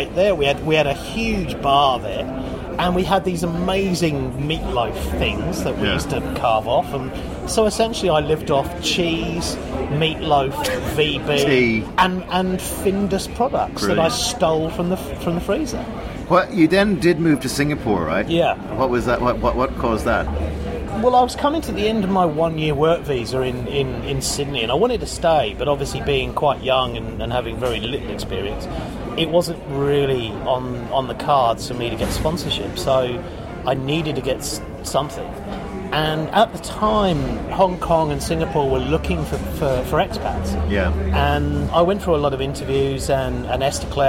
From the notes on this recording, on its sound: Recorded: A noisy bar in Sydney.